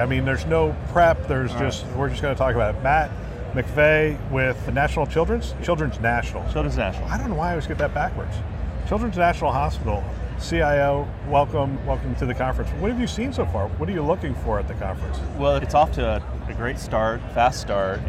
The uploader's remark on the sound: an Interview in Action live from ViVe 2023